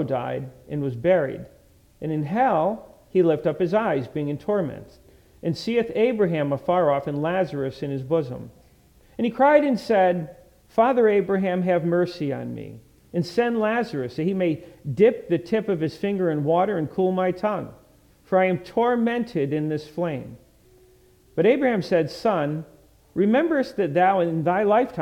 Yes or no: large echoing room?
yes